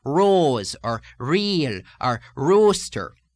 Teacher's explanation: the R in Irish speech has a bit more retroflexion than in America when it appears in the initial position